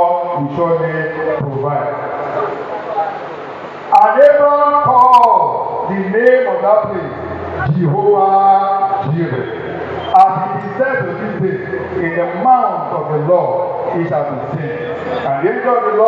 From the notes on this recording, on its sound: Recording of Sunday sermon